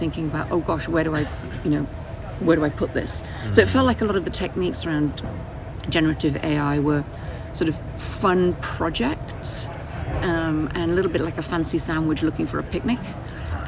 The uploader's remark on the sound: From the CHI2023 Human Computer Interaction conference in Hamburg, I chat in-person with five attendees. In the first of two episodes from the CHI2023 Human Computer Interaction conference in Hamburg, I chat in-person with five attendees.